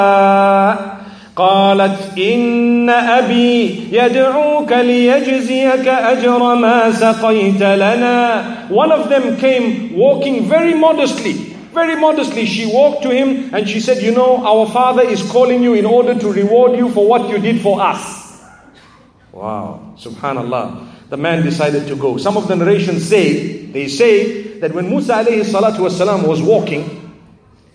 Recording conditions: large echoing room